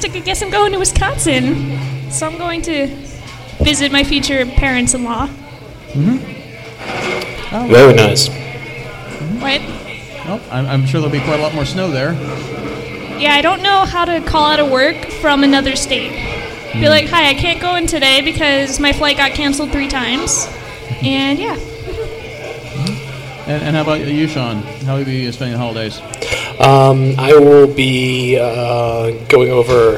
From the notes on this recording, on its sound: The Castwave Studios Holiday Special 2016. Live at Dublin Roasters.